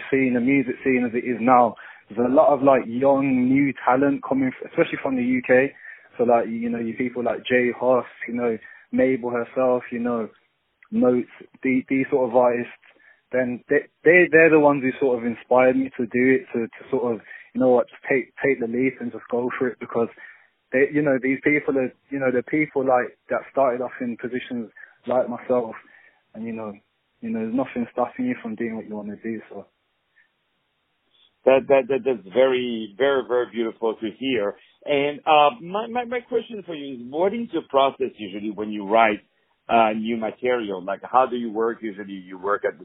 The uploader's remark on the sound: On the phone